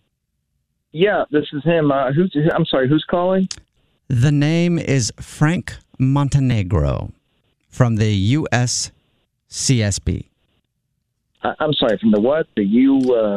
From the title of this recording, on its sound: Phone Prank